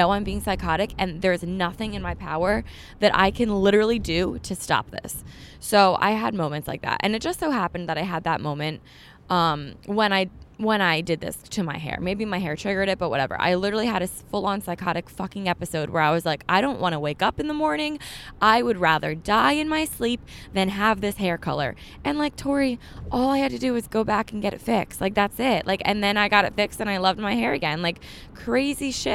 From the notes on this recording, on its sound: Me just talking in the car today.